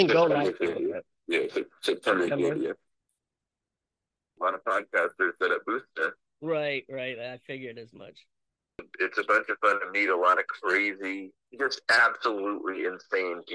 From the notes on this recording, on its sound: take a spur of the moment phone call